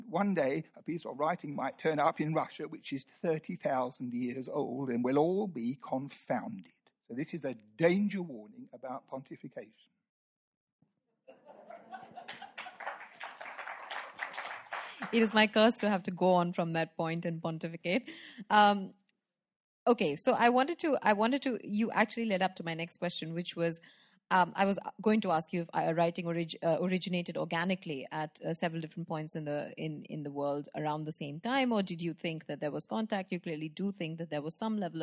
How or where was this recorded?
live audience